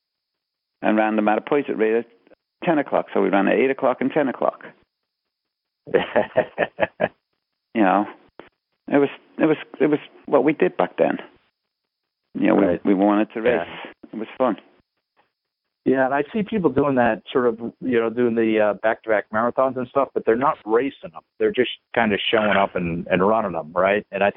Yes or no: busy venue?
no